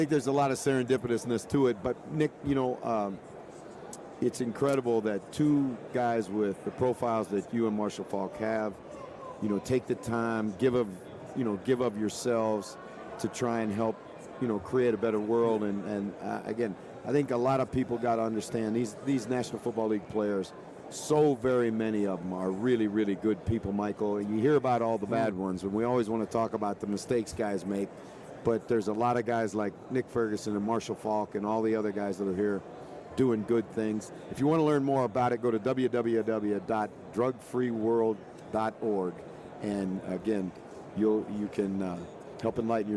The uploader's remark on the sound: From Radio Row. Live on Radio Row.